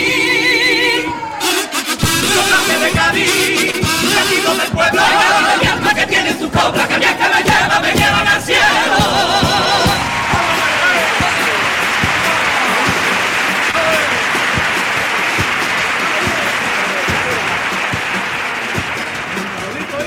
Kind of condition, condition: setting, live audience